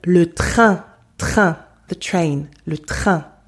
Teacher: It's a tighter, tenser air, like a spitty, phlegmy air, okay? As in le train, train, the train, le train. · Term: spitty air